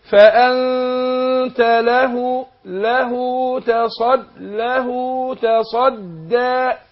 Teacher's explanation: هاء الصلة. توصل بواو لما تكون الهاء هنا مضمومة وقعت بين متحركين